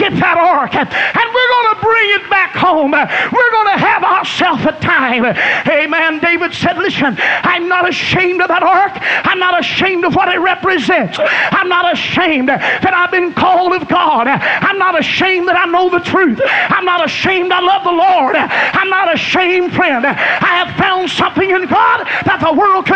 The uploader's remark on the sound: was preached at Burgetown Camp Meeting in Picayune, Mississippi, on June 9, 1993